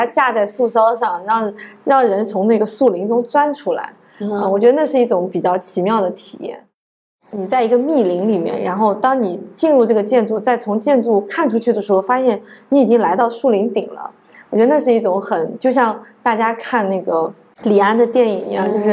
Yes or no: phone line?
no